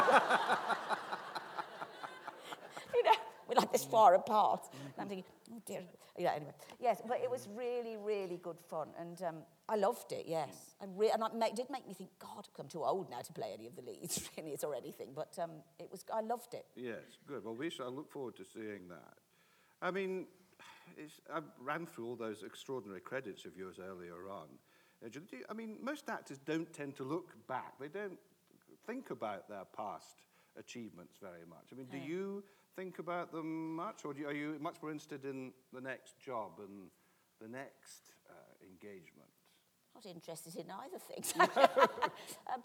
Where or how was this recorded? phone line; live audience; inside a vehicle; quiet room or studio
live audience